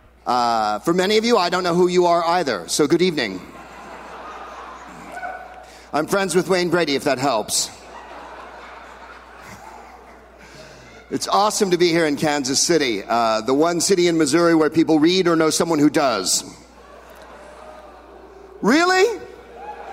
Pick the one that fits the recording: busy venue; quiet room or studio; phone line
busy venue